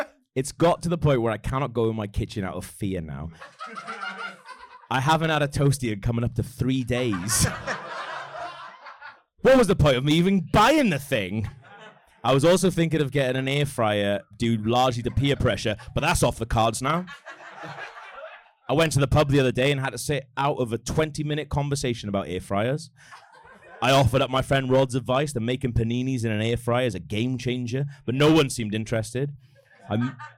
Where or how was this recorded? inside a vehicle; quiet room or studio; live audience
live audience